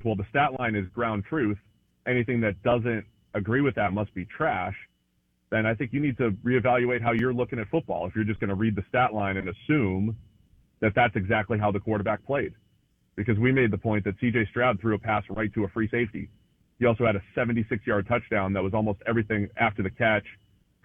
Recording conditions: phone line